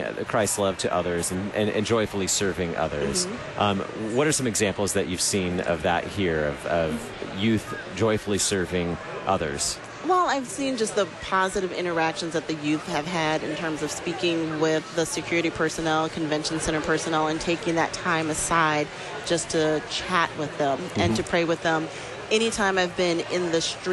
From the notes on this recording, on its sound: Live from the 2019 LCMS National Youth Gathering. Community Life Builder for the 2019 NYG in Minneapolis, Minnesota.